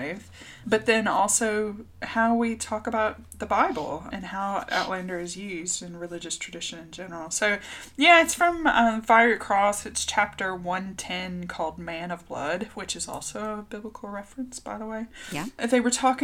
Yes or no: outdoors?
no